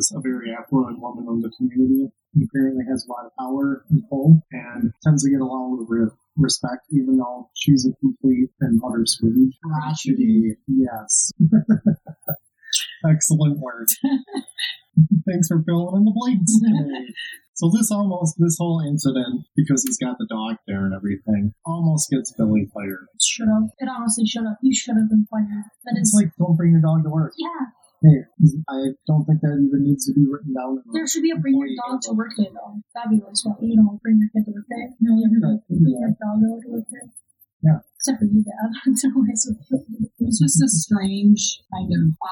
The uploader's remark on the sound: fudged the recording and it sounds a lot like poop